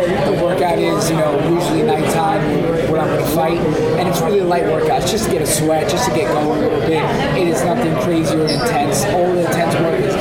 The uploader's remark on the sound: today's press conference in Utica for UFC Fight Night 131